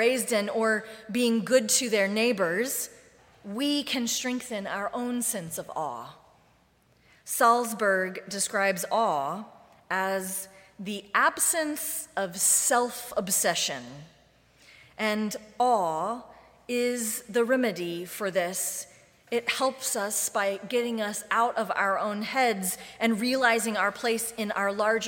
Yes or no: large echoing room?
yes